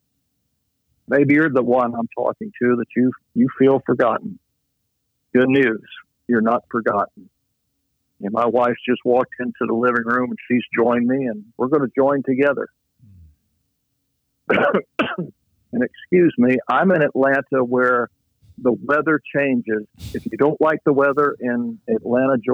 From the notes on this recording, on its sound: Location: The Millennium Beat, LLC Office (Phone Interview).